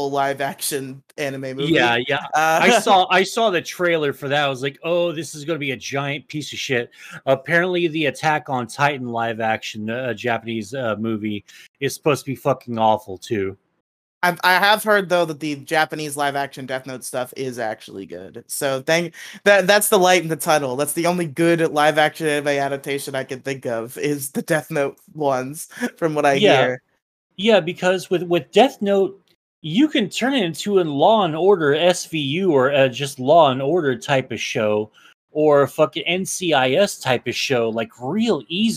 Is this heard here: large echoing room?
no